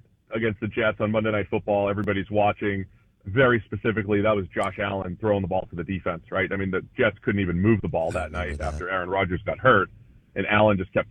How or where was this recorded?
phone line